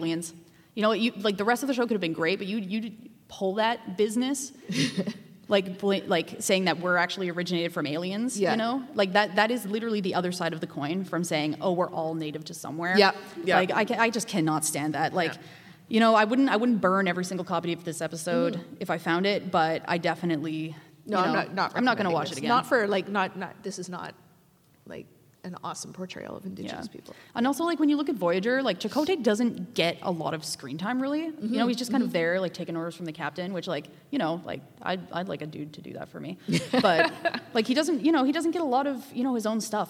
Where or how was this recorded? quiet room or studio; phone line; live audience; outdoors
live audience